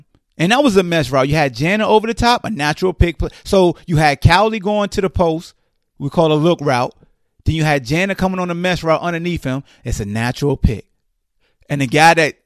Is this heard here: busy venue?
no